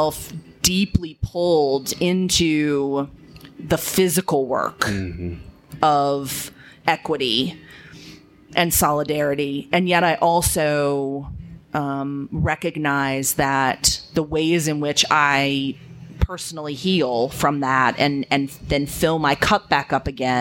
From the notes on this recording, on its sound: This episode was recorded live from the Wild Goose Festival podcast stage on July 12, 2019 in Hot Springs, NC.